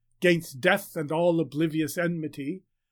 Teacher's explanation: the added unstressed or perhaps elided syllable on the second I in the word oblivious